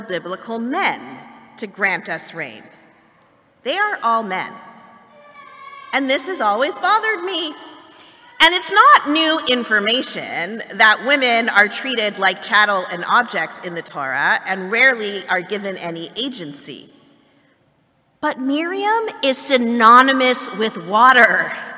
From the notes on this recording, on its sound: Excerpt from Festival morning service. Beth Tzedec Congregation.